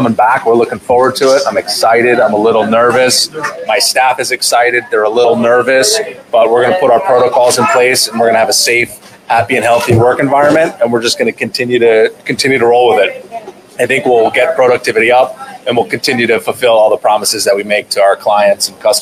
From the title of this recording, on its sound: Live! from Windmill, Long Branch Distillery